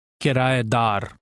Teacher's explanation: The last syllable will be stressed.